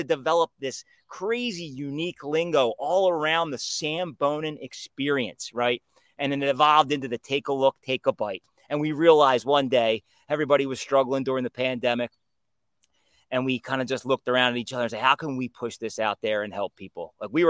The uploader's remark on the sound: Coming to you live from outside